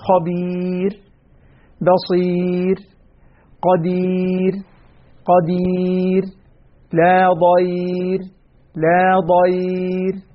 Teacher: الراء الساكنة التي قبلها ياء ساكنة أيضا هي راء أيضا مرققة مثل خبير، بصير، قدير، قدير، لا ضير، لا ضير.